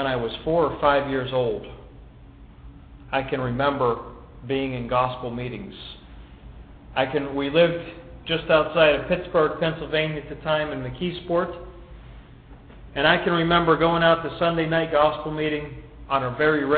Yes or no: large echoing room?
yes